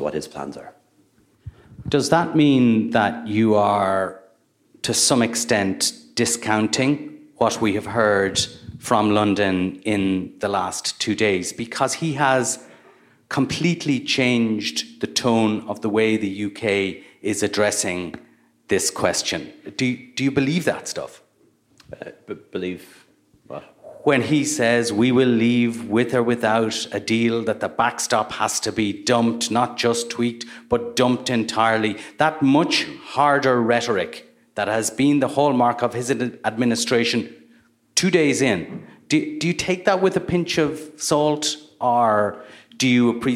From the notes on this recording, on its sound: The interview was recorded live at the MacGill Summer School.